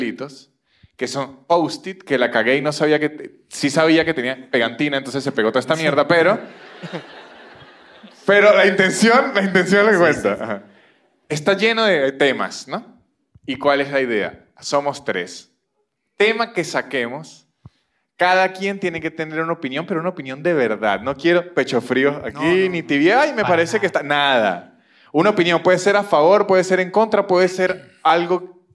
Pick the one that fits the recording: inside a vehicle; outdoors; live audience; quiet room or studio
live audience